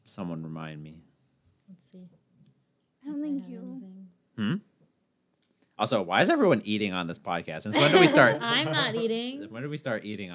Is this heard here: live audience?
no